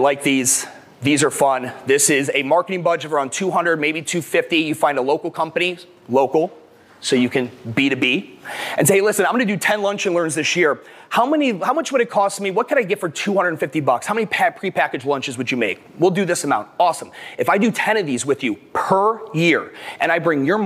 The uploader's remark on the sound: the keynote I gave at the 2022 MADabolic Franchise Conference